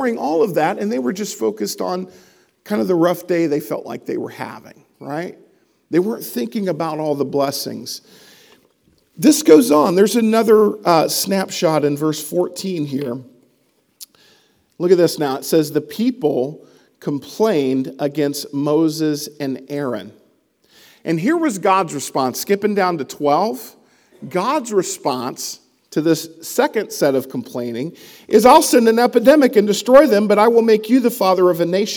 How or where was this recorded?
large echoing room